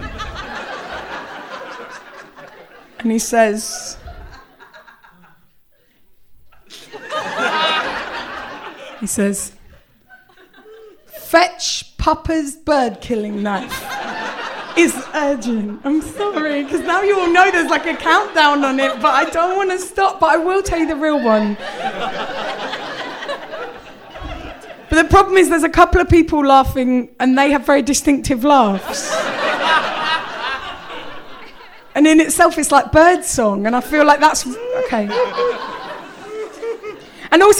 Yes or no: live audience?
yes